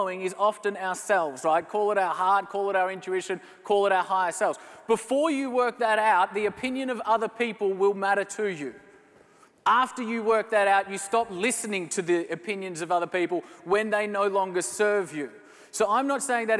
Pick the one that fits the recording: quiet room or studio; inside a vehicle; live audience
live audience